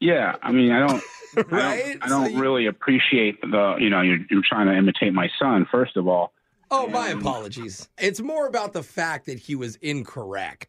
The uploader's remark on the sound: Phone Tap